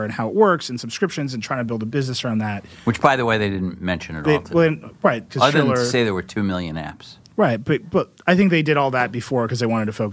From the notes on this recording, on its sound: Live from WWDC and E3. Another week on the road for Vergecast; we recorded from WWDC. All together in the same room again.